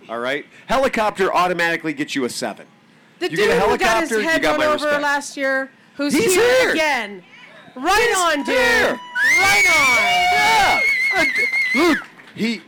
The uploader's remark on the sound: AMA Vintage Motorcycle Days Podcastaganza. We're on stage putting out quality entertainment.